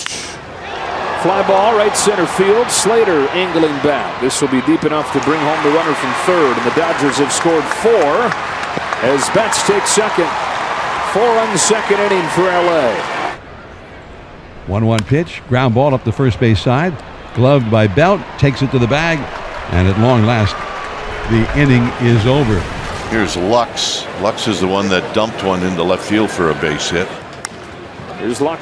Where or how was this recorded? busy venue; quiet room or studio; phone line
busy venue